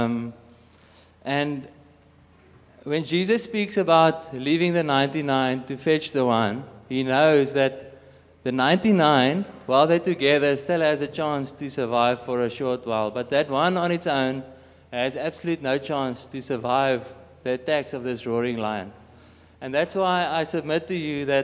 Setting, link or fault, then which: setting, large echoing room